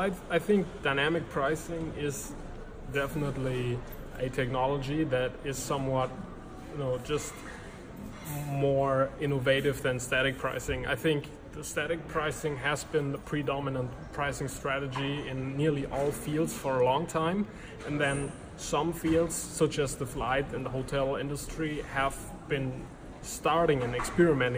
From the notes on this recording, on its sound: Recorded on Day 1 of #dmexco19 - at a hotel lobby in Cologne, Germany.